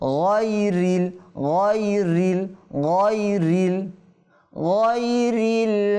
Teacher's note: দেখেন গইন না, এটা কী রয়েছে, মোটা বর্ণ রয়েছে, হরফে মুস্তাআলিয়া রয়েছে, গইন তে কী করতে হবে, মোটা করতে হবে, পুর করে উচ্চারণ করতে হবে। যদি বলে গাইরিল হবে, হবে না, গা বললে এটা মোটা হচ্ছে না, যেন আমাদের গই, এখানে আবার কী হয়েছে, লিন হয়েছে।